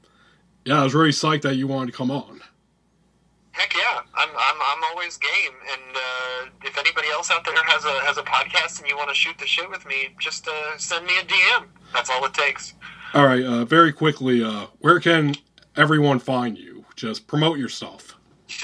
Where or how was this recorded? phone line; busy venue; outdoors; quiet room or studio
phone line